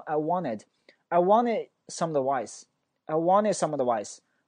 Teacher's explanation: N 是一个强音，T 是一个弱音，弱音就被强音给干掉了，这个 T 就不发音了，只发 N 的发音